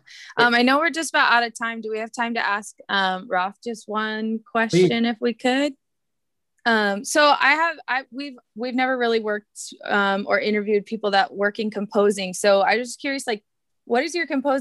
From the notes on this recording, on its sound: We were able to have a zoom call interview